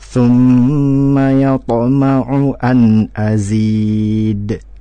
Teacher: qalqalah dari huruf dal pada saat sukun atau disukunkan